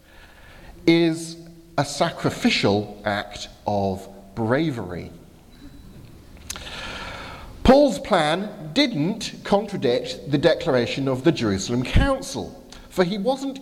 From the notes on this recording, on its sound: from the 11 am service at Highfield Chruch Southampton